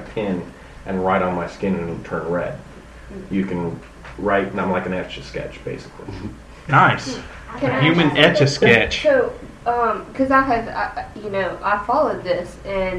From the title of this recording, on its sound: Live From Alien Con